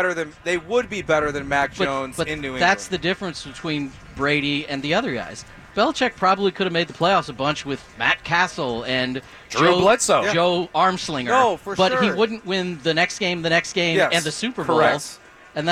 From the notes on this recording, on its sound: live from Lucky's for the Astros home opener!